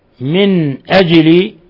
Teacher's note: نون ساكنة جاء بعدها الهمزة لحكم التجويد، إظهار حلقي